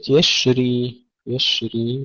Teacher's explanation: تفشي الشين وهمسها بدون قلقلة